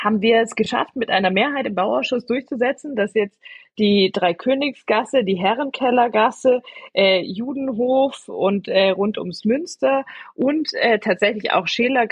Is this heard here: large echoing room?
no